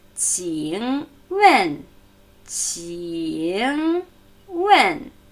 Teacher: Dritte Kniebeugenton und fallende Vierte.